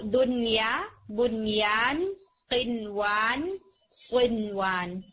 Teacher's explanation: نون ساکن کے بعد یرملون یعنی یا آ رہا ہے یا واو آ رہا ہے، لیکن ہم یہاں پر ادغام نہیں کرتے بلکہ اظہار کر کے پڑھتے ہیں. اس اظہار کو ہم کہتے ہیں اظہار مطلق.